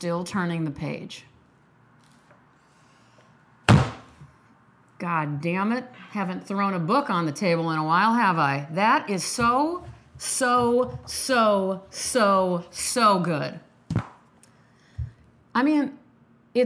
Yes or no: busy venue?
no